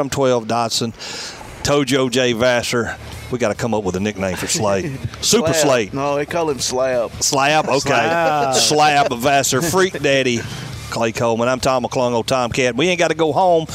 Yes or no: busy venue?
yes